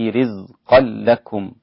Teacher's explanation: بترقيق الكاف والسكون على الميم، السكون المحض المجرد